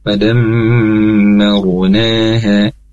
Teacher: roh sukun sebelumnya berharokat fathah, jadi rohnya tebalkan lagi